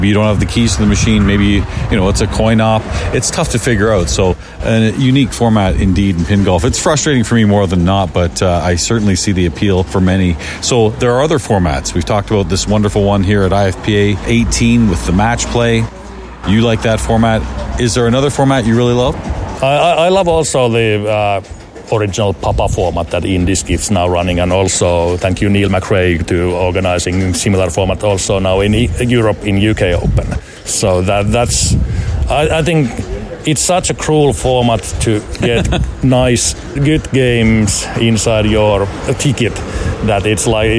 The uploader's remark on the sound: This is an interview recorded at IFPA 18 in Germany